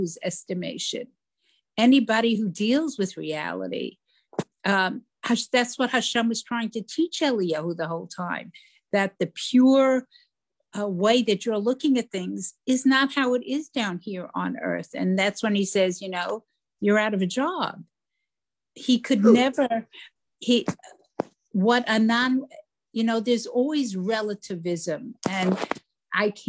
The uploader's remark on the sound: This audio was originally captured from Zoom.